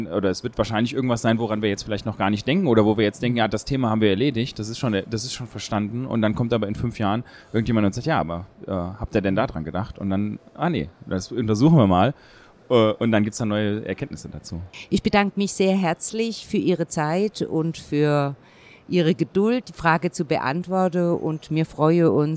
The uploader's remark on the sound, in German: Weltweit der größte Hörakustikerkongress dieses Mal in Hannover. Interviews direkt von der Messe.